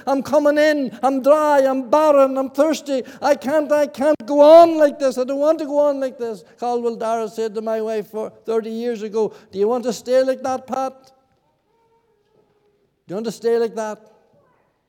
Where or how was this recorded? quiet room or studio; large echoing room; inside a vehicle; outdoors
large echoing room